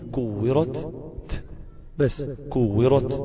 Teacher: الكاف والتاء عليهم ضغط كبير قوي في الهمس